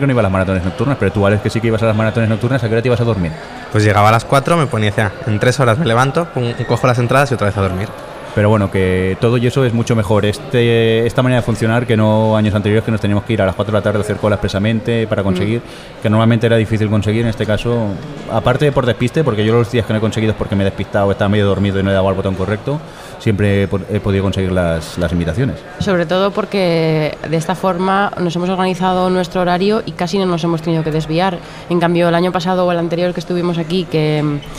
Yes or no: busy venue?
yes